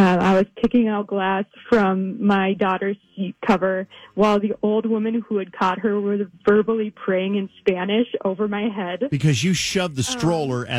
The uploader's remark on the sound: called in for our Worst DAY Wednesday Spotlight